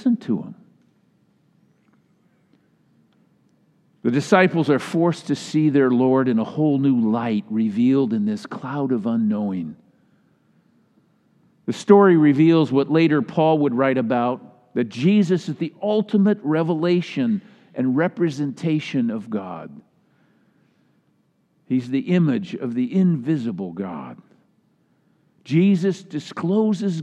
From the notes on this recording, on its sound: Delivered during the Traditional Worship Service